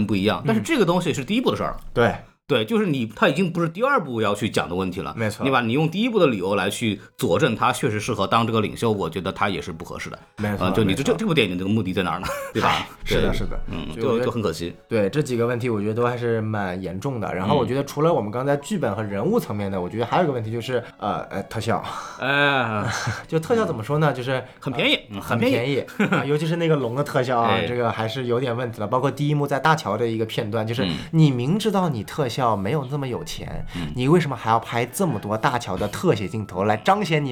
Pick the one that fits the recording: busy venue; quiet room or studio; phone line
quiet room or studio